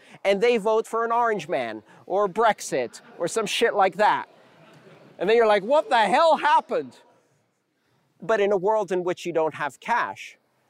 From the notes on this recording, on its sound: Live talks released in podcast form. The live crowd and that guy with the great laugh about three quarters through.